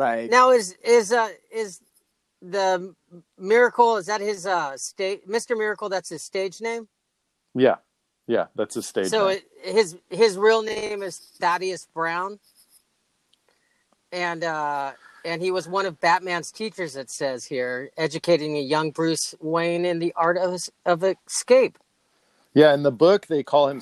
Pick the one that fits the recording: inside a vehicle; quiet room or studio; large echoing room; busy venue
inside a vehicle